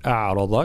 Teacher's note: في قوله تعالى ومن أعرض عن ذكري فإن له معيشة ضنكا، أولا كلمة أعرض كذلك ترقيق الهمزة والعين ثم تفخيم الراء والضاد